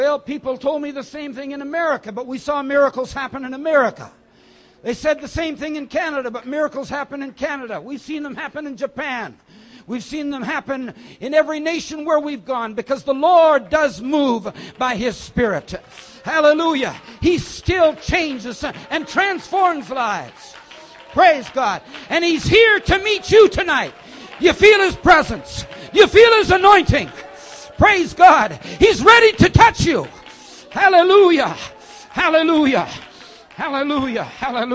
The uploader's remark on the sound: message from Foundation Conference Friday evening 3 June